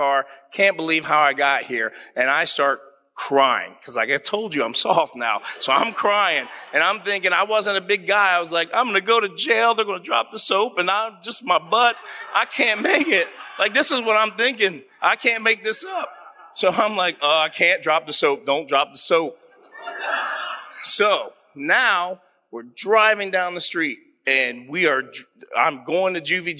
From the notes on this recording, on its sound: on stage at the Columbus Athenaeum on March 9, 2022 during the Columbus Storytellers Project event